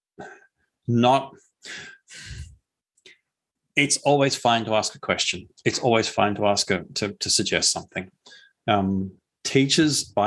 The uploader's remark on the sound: this was initially recorded as a video webinar